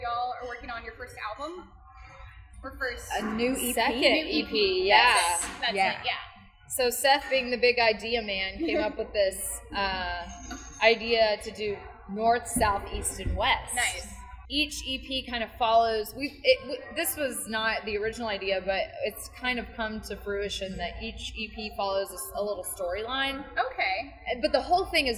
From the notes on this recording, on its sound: This episode was recorded at Frothy Monkey in Chattanooga, TN.